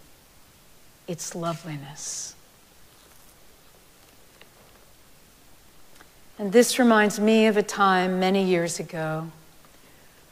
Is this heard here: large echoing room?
yes